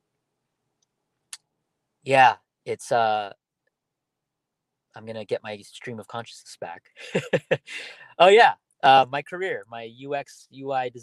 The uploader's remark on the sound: My first podcast done solo in my car.